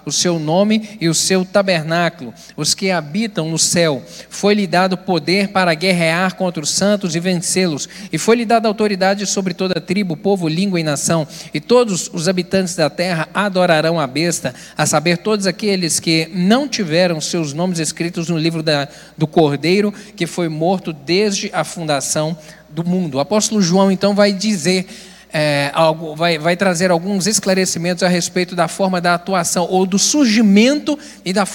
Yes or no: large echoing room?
yes